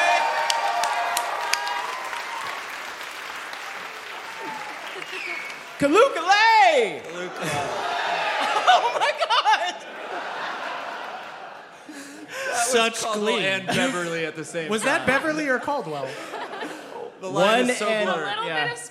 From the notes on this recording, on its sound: NaDDPod Live in Seattle. In our first ever live show!